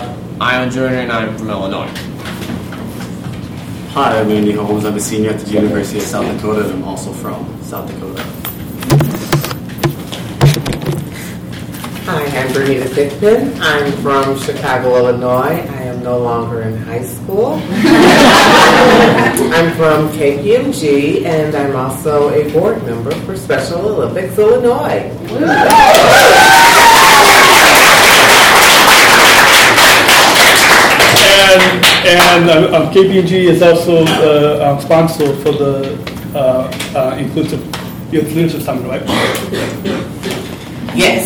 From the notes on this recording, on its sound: LIVE panel discussion from Special Olympics North America's Inclusive Youth Leadership Summit in Chicago